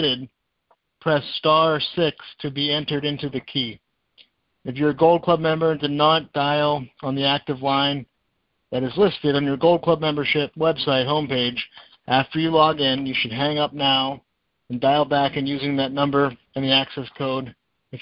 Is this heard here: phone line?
yes